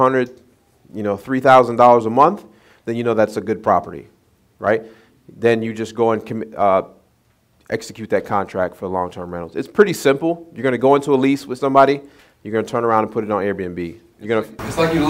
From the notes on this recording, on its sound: This is the audio from my local meetup that I hosted in my home town, Winston-Salem. They decided to join me and the other fellow investors while we talked about real estate.